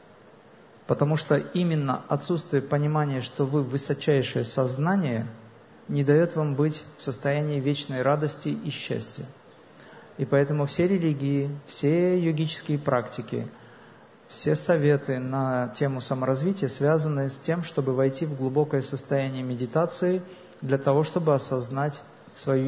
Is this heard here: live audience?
yes